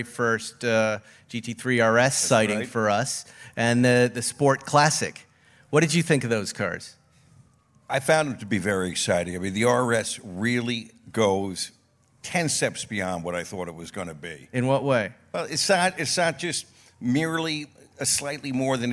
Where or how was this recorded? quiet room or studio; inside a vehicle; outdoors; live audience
live audience